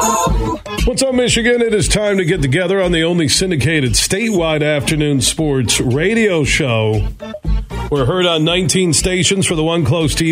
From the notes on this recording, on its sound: so we took your calls throughout the show